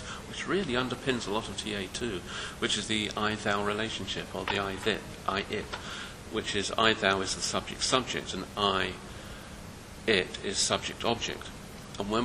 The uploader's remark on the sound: at the 2nd Annual International Hypno-Psychotherapy Conference, 2010